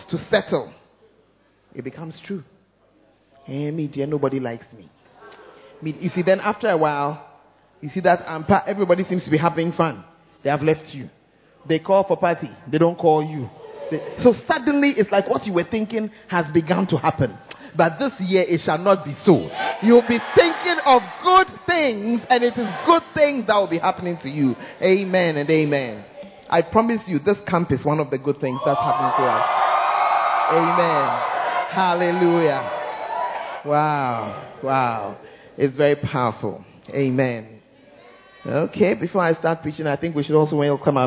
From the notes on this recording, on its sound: Preached At First Love Center, Ayeduase